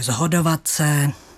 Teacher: Moravská výslovnost upřednostňuje tu znělou podobu, takže zhodovat se. · Term: znělostní asimilace